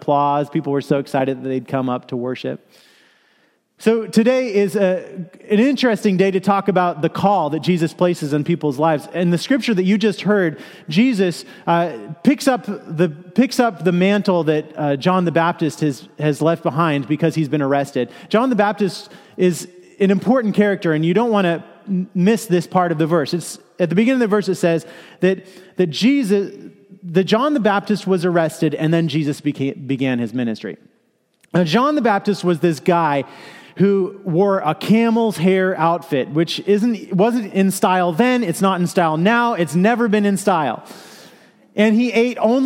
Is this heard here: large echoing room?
yes